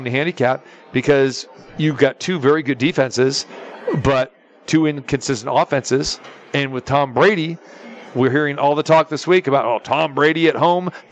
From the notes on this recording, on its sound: Live From The Superbook at the Westgate Las Vegas.